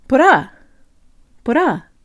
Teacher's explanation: emphasize the A and make the U almost disappear